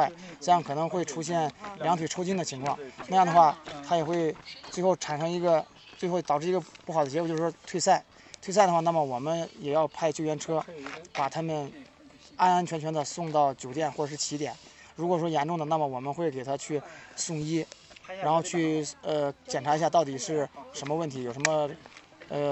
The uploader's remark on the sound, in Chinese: 在跑完崇礼168的30公里后，我又去了迷笛音乐季的现场。今年的崇礼168与迷笛音乐季合作。在30公里的赛道和终点，迷笛音乐节的现场，找到了跑友和乐迷。这次不再是一个人的讲述，我们进入现场，记录下所有能记录的东西。